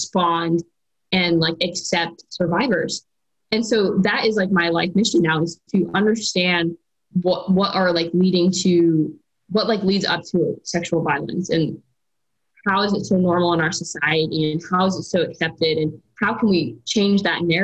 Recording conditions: video call